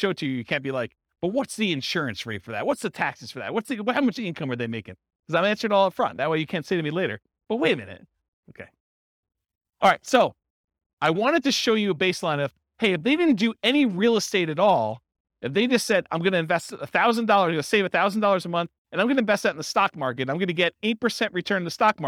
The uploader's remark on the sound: This was a live class recorded.